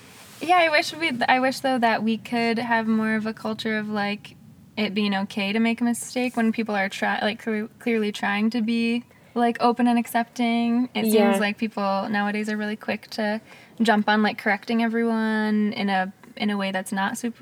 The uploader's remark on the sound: Hop in the car with them as they chat in the parking lot of Custard Time, the ice cream store they grew up working.